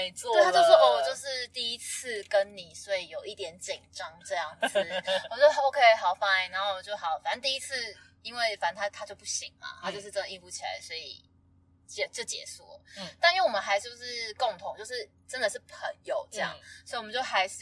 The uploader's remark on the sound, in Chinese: 音質較差請見諒。